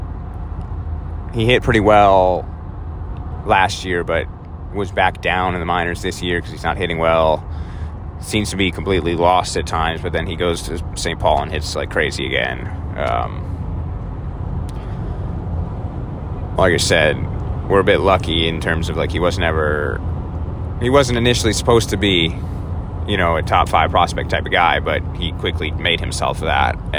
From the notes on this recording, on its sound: all live from his Toyota Camry somewhere in North Carolina